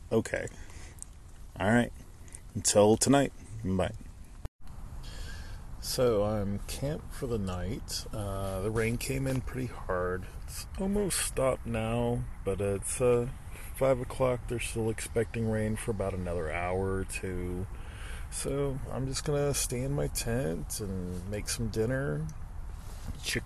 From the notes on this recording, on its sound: My uncut recordings while on the Appalachian Trail.